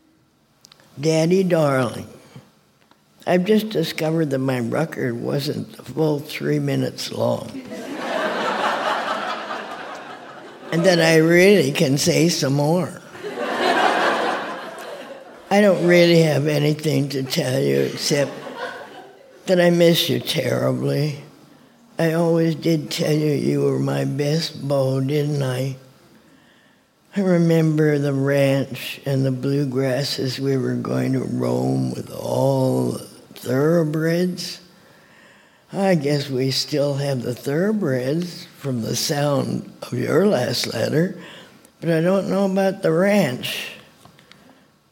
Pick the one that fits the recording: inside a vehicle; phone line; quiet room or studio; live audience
live audience